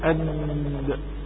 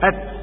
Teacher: الدال مجهورة شديدة، أما التاء مهموس شديد